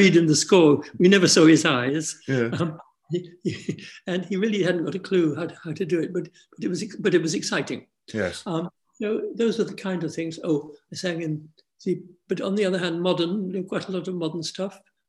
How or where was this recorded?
video call